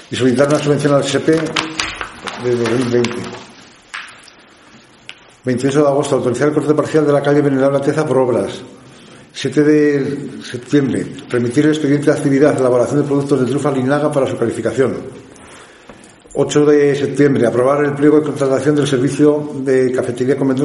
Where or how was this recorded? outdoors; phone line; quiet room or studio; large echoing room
large echoing room